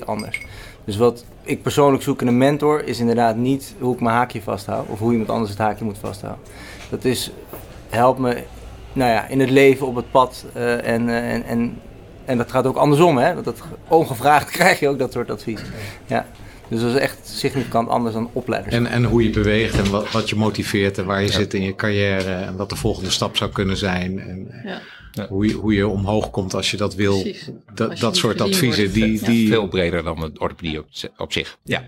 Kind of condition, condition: setting, busy venue